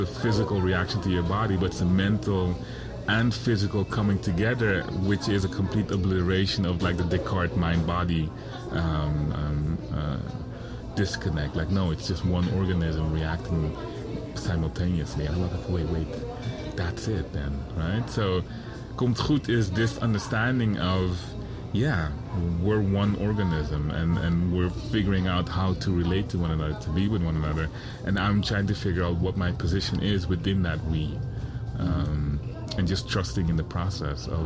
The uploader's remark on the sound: Recorded at Spielart Festival, 2019, Munich (DE)